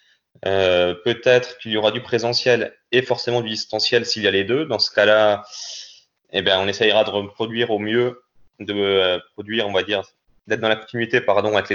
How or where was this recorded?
video call